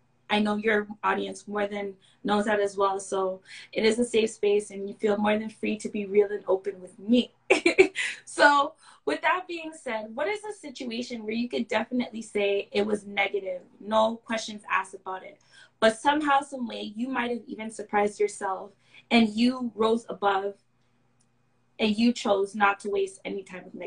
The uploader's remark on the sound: Instagram Live